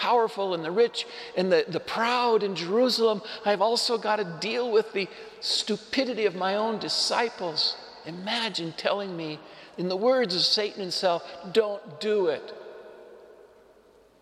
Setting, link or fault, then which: setting, large echoing room